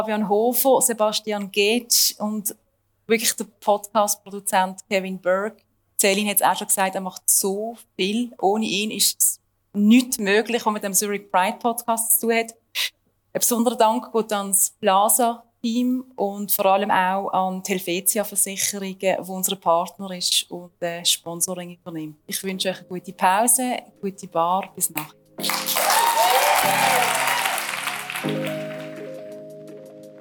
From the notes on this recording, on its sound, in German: Im Plaza Klub vor Publikum.